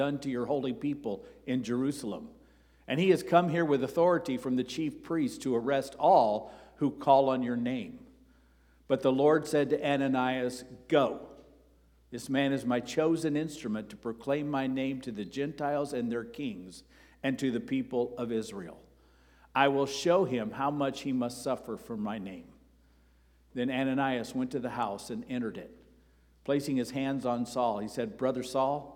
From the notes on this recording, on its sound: Sermon preached on October 1 at Avondale Baptist Church